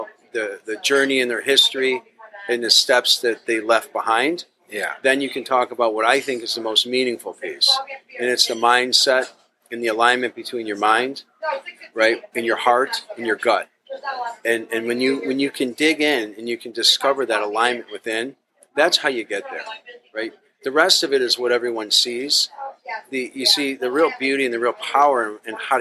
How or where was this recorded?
busy venue